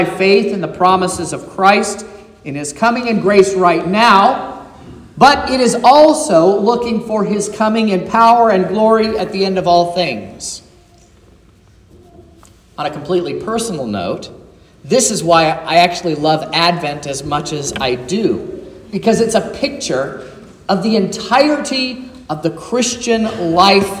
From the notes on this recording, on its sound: This is the sermon preached at Trinity Lutheran Church in Vallonia, Indiana, on Sunday, December 3rd, 2023